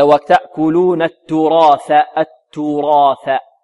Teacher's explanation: هذه التاء تخرج من طرف اللسان مع أصول الثنايا، والثاء تخرج من منتهى طرف اللسان مع منتهى طرف الثنايا العليا · Term: الفرق بين تاء وثاء